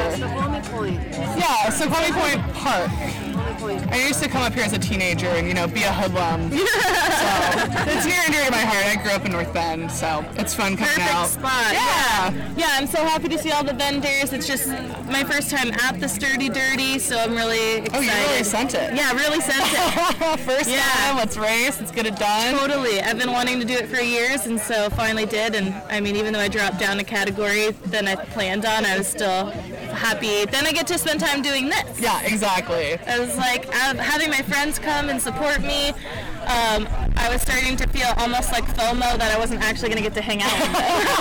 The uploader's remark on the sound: A women’s only enduro race. We sat down and did a live recording from the event. We got to talk to several people who were either vendors or racers at the Sturdy Dirty. The sound quality isn’t the best as we were outside and flying by the seat of our pants (as usual).